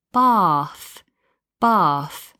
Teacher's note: in the south, we'd have a longer vowel